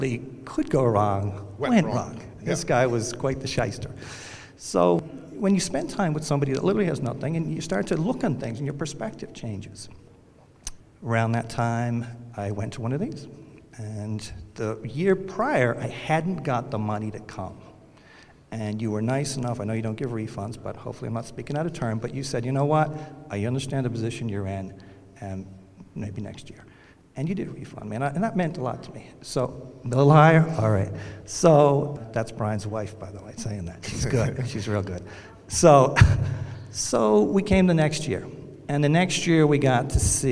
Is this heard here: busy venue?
yes